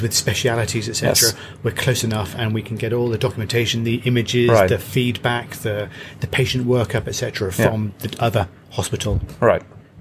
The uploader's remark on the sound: on a short flight to their hangar at RAF Northolt